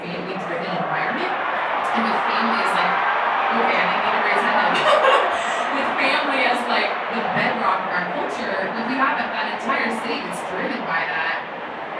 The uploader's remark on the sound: Live from SEEK2019! At the SEEK conference, which took place in Indianapolis in early January.